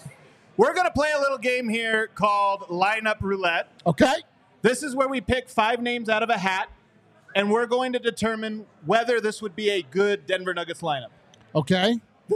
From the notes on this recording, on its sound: Live from the DNVR Bar. Audience Q&A.